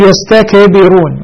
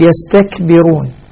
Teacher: الكاف مثلا ساكنة لا أقلقلها، لا أقول يستكبرون، وإنما فيها همس · Shown in: second take